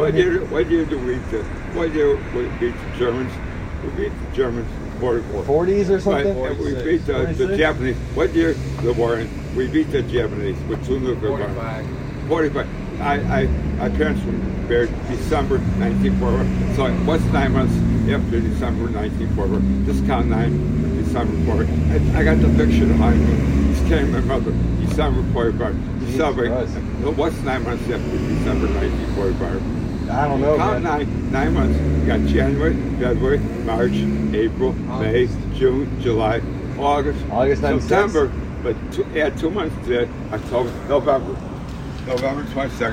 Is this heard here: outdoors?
yes